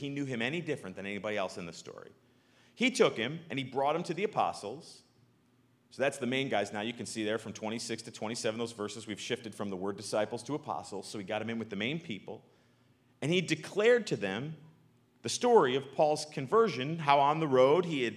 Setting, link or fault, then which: setting, large echoing room